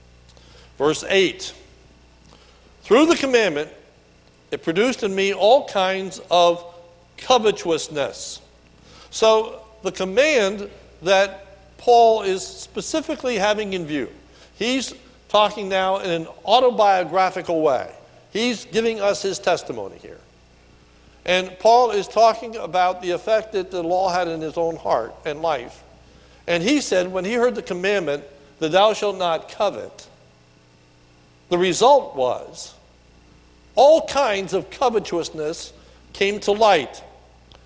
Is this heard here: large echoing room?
yes